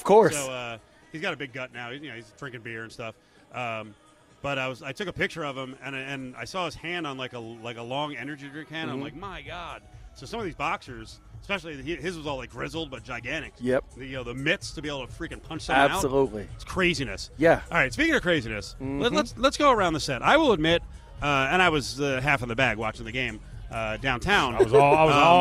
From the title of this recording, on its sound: LIVE FROM STADIUM SWIM